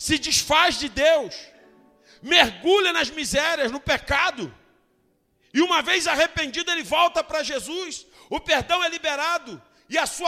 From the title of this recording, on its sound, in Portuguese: Ao Vivo na Casa de Louvor